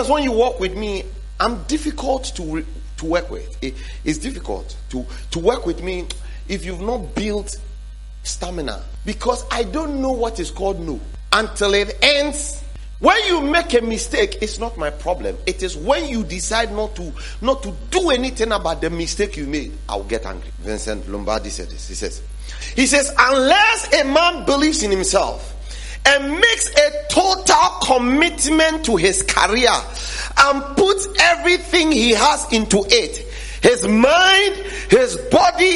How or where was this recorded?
large echoing room